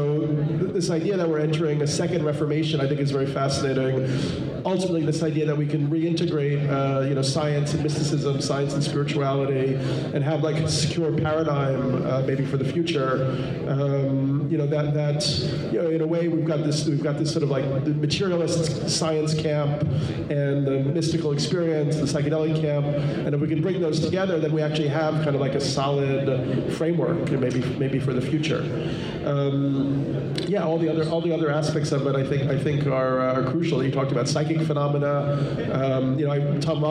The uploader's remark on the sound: Taped live at the first ever Los Angeles based psychedelic symposium (LAPSS)